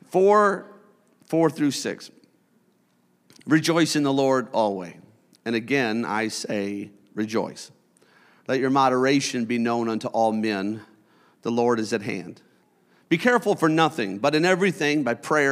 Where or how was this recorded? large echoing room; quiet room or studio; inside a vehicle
large echoing room